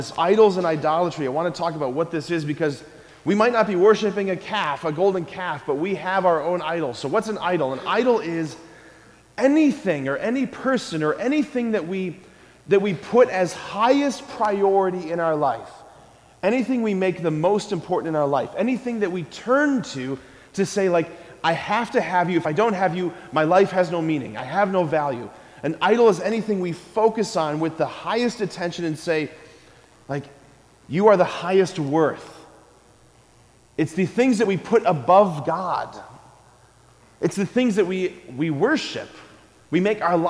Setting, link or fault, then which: setting, large echoing room